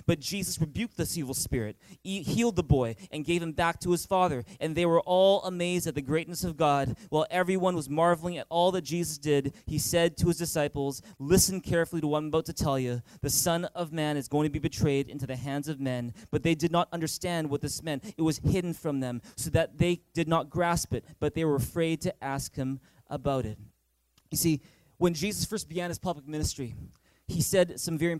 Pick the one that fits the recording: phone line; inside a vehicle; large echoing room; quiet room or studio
large echoing room